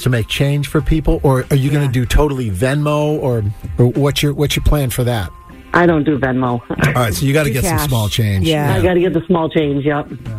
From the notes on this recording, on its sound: The MAGIC listeners called